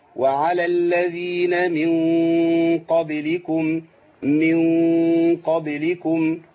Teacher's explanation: يبقى عندي هنا في غنة. الغنة هنا غنة إخفاء، غنة مفخمة